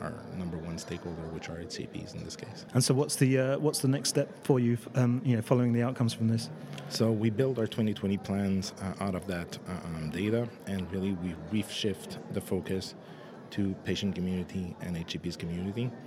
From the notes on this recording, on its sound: recorded in partnership with PRWeek UK at their PharmaComms conference in London